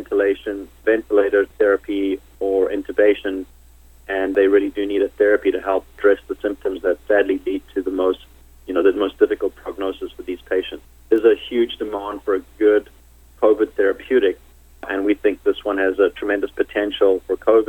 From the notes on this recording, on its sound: called in to SmallCapVoice.